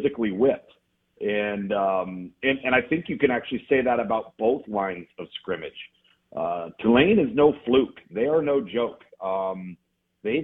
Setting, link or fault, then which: link, phone line